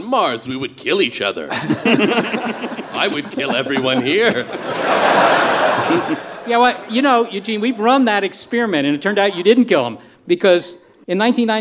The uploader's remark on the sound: StarTalk Live! SF Sketchfest. Since this show was recorded live before an adult audience in San Francisco.